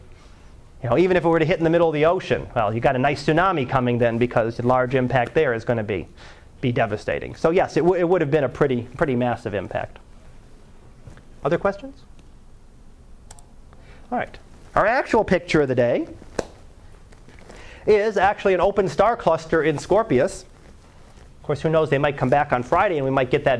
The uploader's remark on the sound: Live Class Lecture 2012 Sep 12